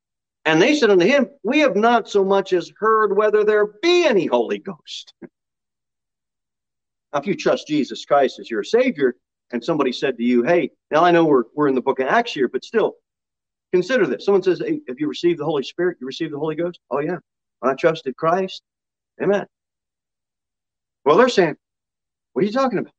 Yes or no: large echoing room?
yes